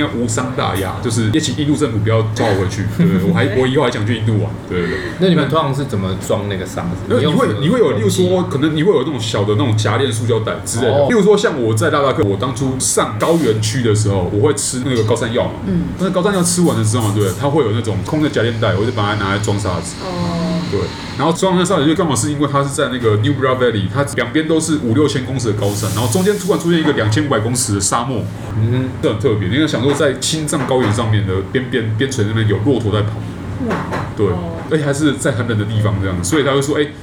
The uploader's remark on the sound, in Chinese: 本集白噪音指數：蚊風級 1/5。錄音地點： Wine Café。